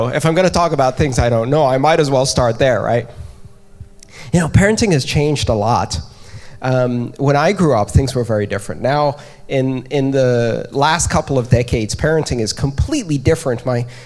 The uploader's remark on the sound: Devcore talk. Members of the audience at Devcore.